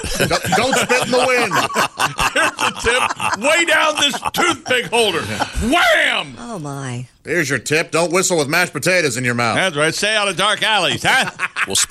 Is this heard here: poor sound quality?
no